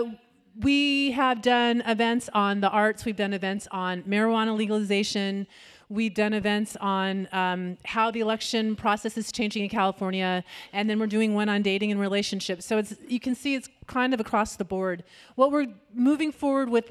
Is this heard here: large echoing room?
yes